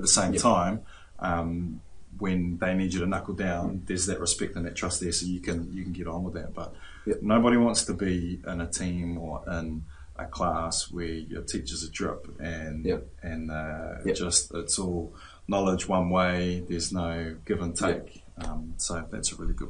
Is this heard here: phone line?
no